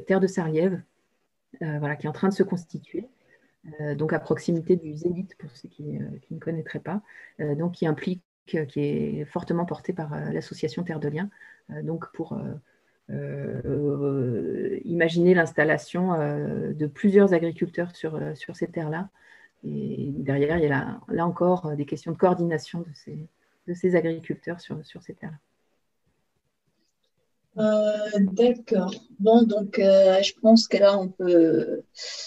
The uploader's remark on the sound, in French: 4 décembre 2020 en visio